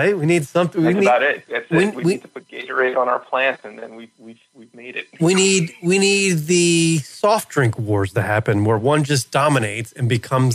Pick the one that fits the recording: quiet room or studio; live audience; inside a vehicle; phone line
phone line